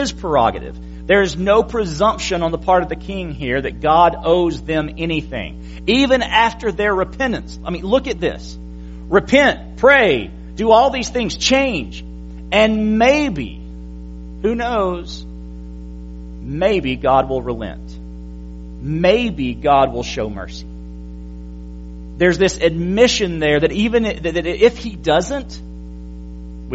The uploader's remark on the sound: January 22, 2017 PM Service